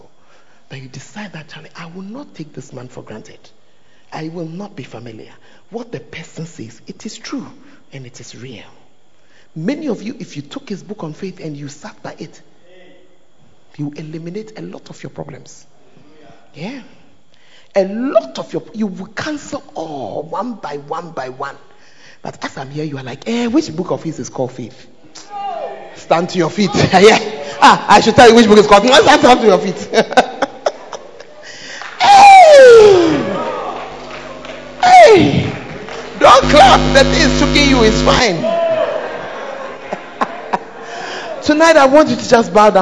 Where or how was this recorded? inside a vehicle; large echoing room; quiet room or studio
large echoing room